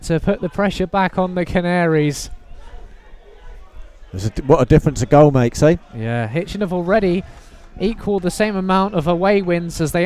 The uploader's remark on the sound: FULL COMMENTARY: Nuneaton Borough v Hitchin Town FC